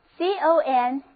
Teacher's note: 重音放在第二个音节上